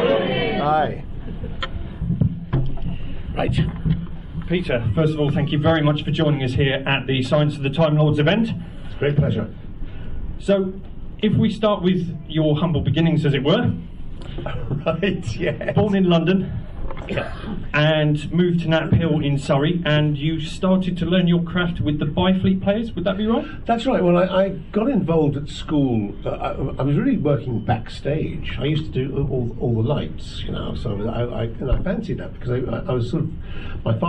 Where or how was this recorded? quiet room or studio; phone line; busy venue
busy venue